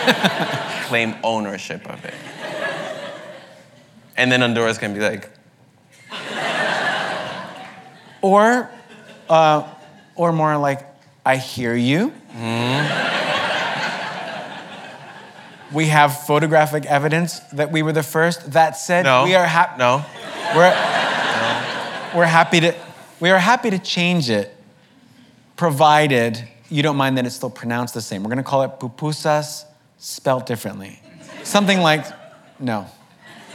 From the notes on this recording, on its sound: The conversation was recorded on August 1, 2019 in front of a live audience at New York's 92nd Street Y.